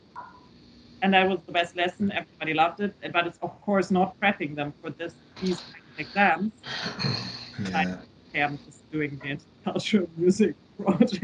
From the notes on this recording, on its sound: skype calls on this channel